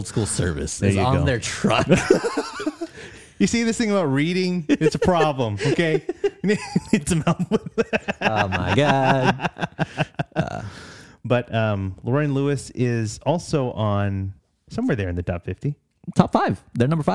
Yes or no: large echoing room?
no